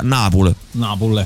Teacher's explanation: un pochino la devi un po' lasciare andare l'ultima vocale